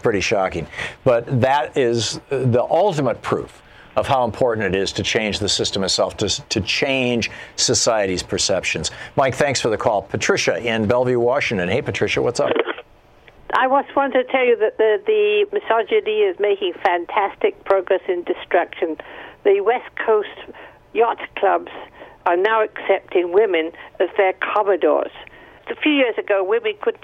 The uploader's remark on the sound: takes listeners' phone questions